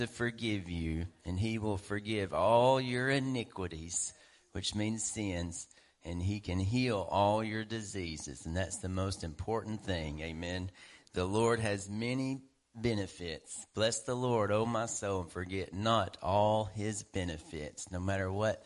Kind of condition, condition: setting, large echoing room